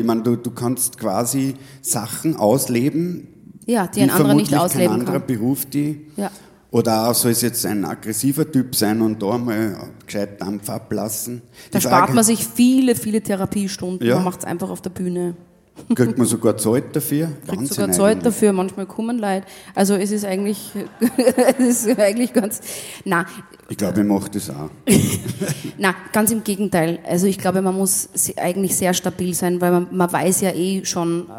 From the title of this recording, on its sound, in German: Auf dem roten Stuhl LIVE SHOW